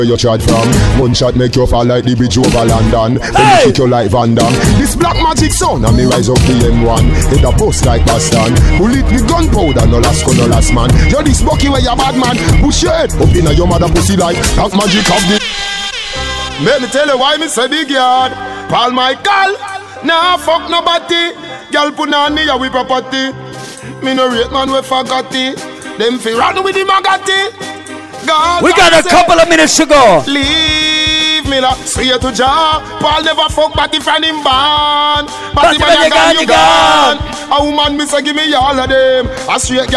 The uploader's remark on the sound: LIVE AT VENU IN BOSTON ON MARCH 5TH